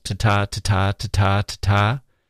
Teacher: Each line has four pairs of unstressed and stressed syllables. · Term: perfect iambic tetrameter